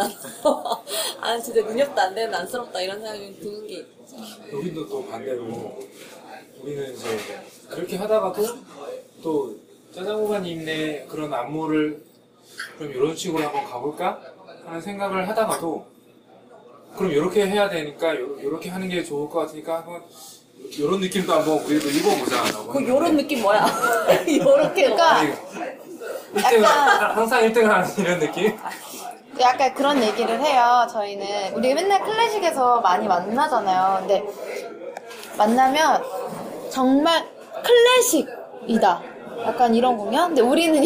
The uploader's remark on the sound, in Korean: (무편집) 양꼬치집 공연 수다. 2화 뒤풀이에서 있었던 공연 관련한 수다 녹음했던 게 아까워서 올려봅니다.